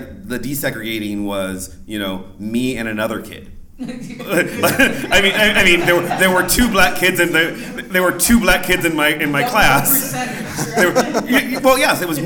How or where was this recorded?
live audience